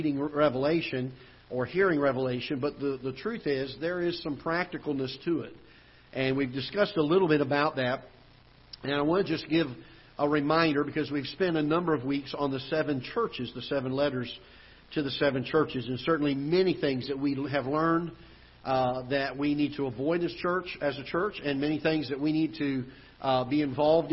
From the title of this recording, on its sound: Ketha Heights Baptist Church ~ Live Broadcast